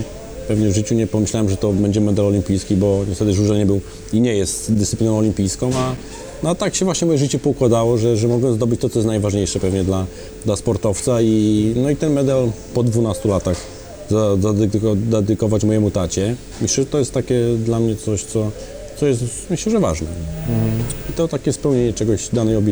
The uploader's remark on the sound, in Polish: nagrania: Restauracja Folk – Hotel Bristol